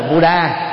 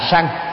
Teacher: chữ A khi làm tiếp vĩ ngữ trở thành A Câm, cho nên là không có đọc âm. · Shown in: second take